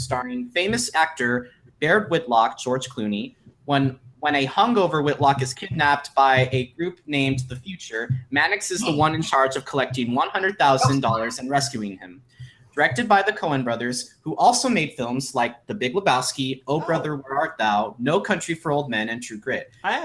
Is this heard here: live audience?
no